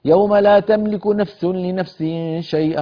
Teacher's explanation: والصفير فيه من صفات القوة، فالسين تطغى على الفاء